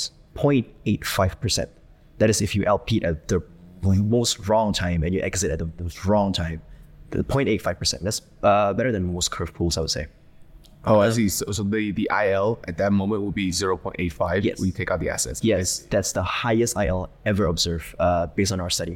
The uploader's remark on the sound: live from Token2049 in Singapore!